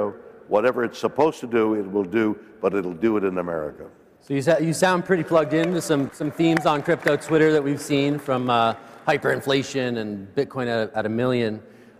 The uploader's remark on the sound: A Consensus 2023 panel